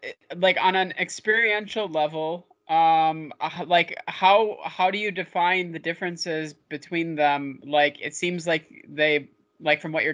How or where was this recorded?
video call